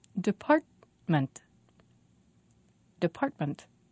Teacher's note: Three syllables, and the stress is on part.